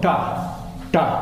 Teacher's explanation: Mm, poi abbiamo nella ta che è la puntina sotto, con il puntino sotto, che è cerebrale, vi ho detto, e, e questo è un suono duro, ta, ta, con la punta della lingua che batte su un suono duro